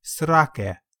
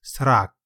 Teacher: That word is srake. Though the final e sound is optional, it can be said as srak.